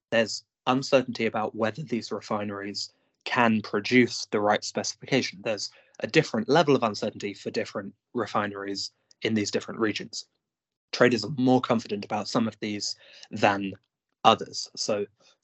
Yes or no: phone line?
no